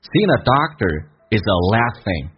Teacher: is 跟 the 变成 is,用 z 跟 a 连在一起 · Term: 击穿